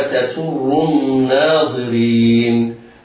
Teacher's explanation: الراء في تسر حكمها التفخيم لأنها مضمومة